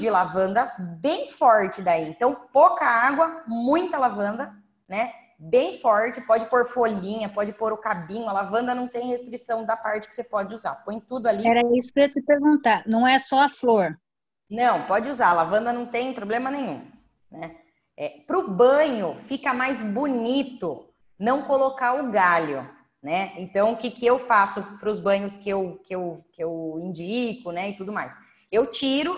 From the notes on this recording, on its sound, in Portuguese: Aula gravada pelo zoom.